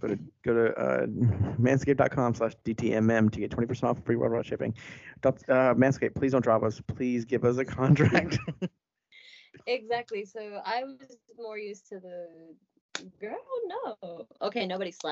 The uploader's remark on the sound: The audio isn't great